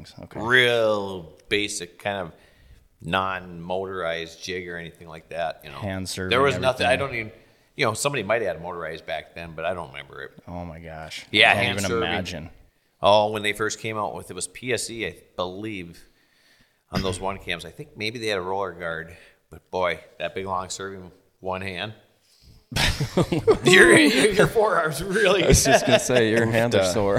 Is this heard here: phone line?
no